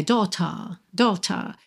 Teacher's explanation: É, no inglês britânico, seria sem o R enrolado, né?